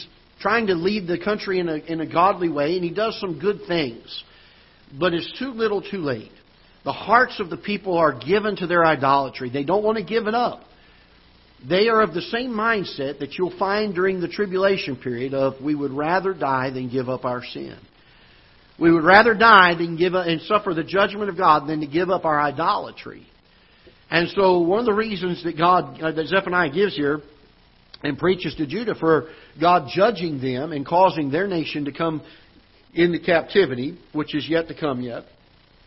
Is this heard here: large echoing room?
yes